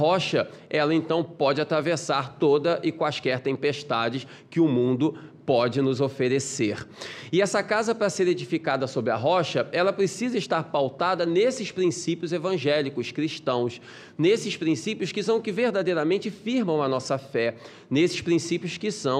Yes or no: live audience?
yes